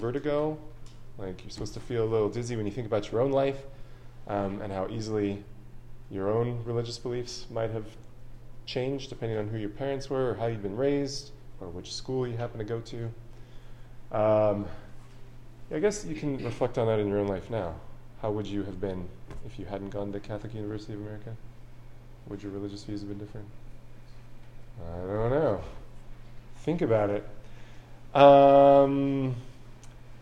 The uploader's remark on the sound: This lecture was given on November 16th, 2023, at The Catholic University of America.